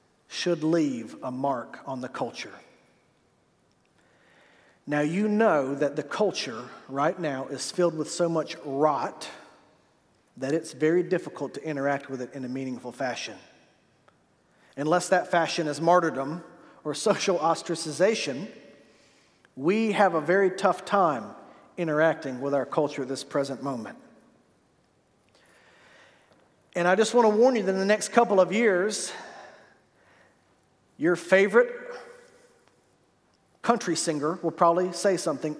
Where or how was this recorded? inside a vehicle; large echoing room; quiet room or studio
large echoing room